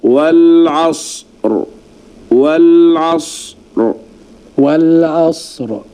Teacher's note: إما أن نقف بالسكون المحض نقول هكذا والعصر والعصر والعصر. نعم، أنطق أولا الصاد، والصاد حرف رخو لا ينكتم الصوت فيه، ثم أنطق بعدها الراء الساكنة وهي مفخمة. هذه الطريقة الأولى هي طريقة السكون المحض.